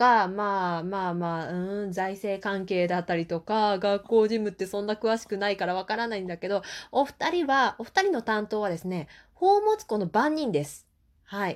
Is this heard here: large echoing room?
no